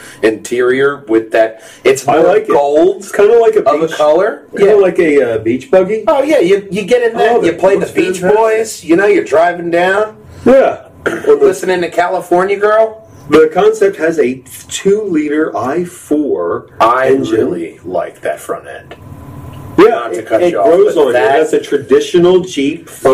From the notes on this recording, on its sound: Slight audio issues.